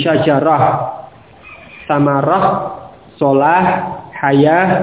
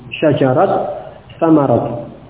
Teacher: waqaf tersebut tidak diganti dengan ha, tetapi tetap dengan ta, dan taknya sukun · Shown in: second take · Term: waqaf dengan ta